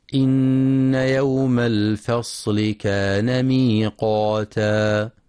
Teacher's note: ينتبه القارئ لترقيق الفاء واللام في كلمة الفصل، فلا يقرأ الفصل بالتفخيم